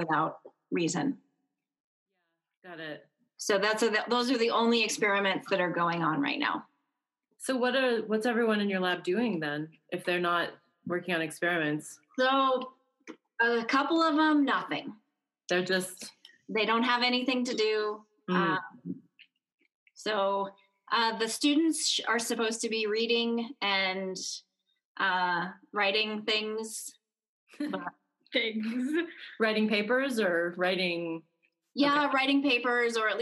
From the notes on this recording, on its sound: On Zoom.